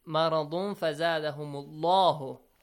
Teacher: The word Allah, the letter lam in the word Allah is heavy. Why? Because there is Fatha.